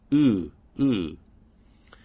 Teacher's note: So your lips should make sort of a slit-like shape, as if you were an English letterbox, rather than a rounded kiss.